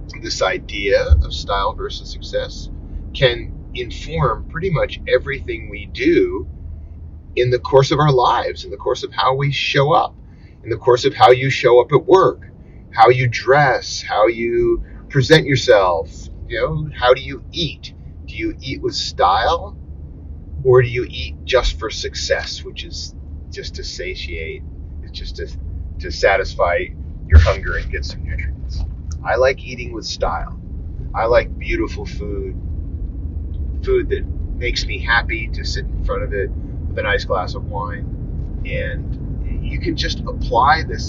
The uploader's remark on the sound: Carcast. A monologue I recorded in my car. After I apologize for the crappy audio quality.